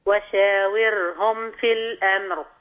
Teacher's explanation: رقق الراء لأنها ساكنة قبلها مكسور